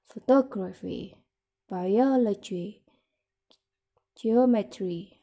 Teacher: Jadi dia bukan di gra-nya tapi di to-nya.